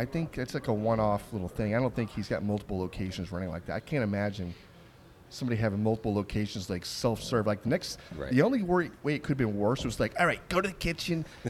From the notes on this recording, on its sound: In this episode we are on location at the 2024 NBBQA conference in San Antonio!